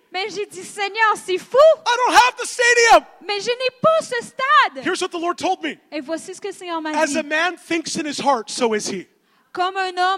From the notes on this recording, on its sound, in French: Conférence rivières de Gloire-13 Mai 2016